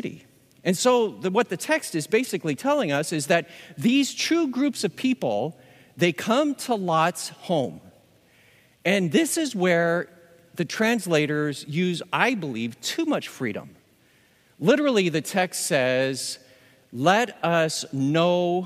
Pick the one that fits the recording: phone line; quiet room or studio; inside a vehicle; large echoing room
large echoing room